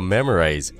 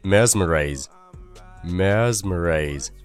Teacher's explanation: 只不过是在第一个音节的 me 后面加了一个 z， z 的浊辅音而已 · Shown in: second take